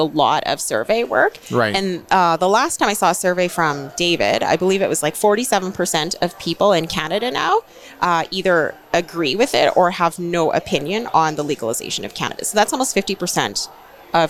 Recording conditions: busy venue